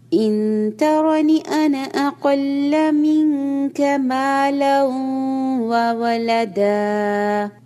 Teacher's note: أنا دکھنے میں یہ نون زبر الف نا ہے، لیکن اس کو ہم انا پڑھیں گے، نون کو بالکل سٹریچ نہیں کرنا